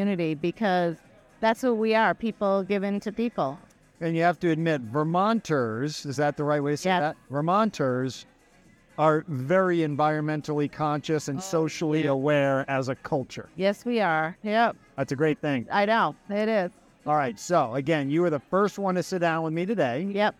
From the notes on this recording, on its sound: Recorded at a live industry event, the atmosphere adds an extra level of liveliness to our conversation.